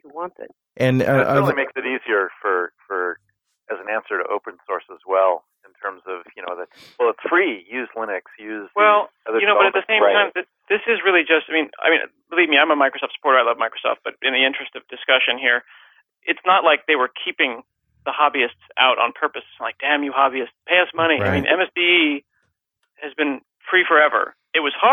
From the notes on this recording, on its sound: This week's show is a roundtable discussion. See what happens when you get a bunch of geeks on the phone and turn em loose!